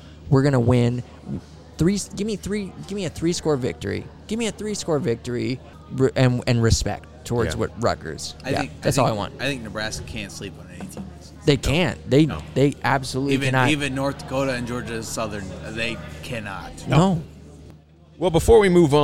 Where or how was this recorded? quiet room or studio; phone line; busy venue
busy venue